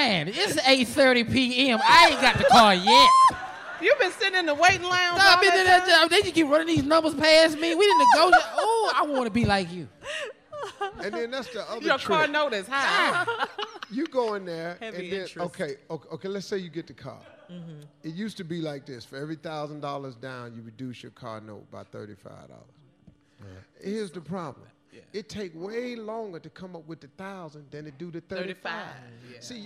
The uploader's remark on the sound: Live From Disney Dreamers Academy in Orlando